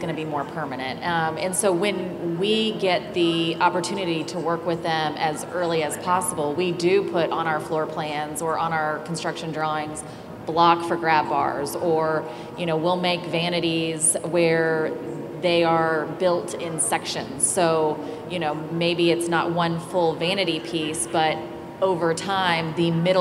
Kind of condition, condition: setting, busy venue